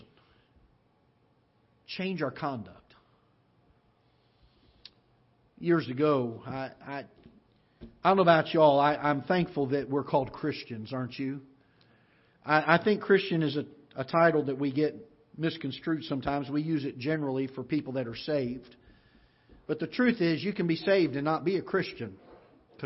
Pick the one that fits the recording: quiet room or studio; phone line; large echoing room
large echoing room